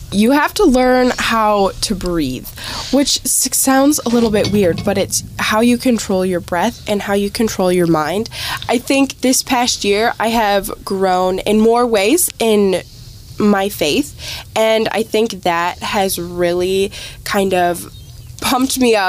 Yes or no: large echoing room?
no